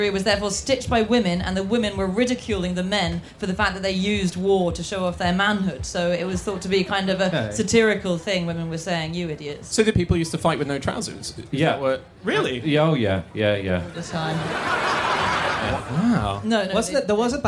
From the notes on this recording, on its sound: Live from the Wilderness Festival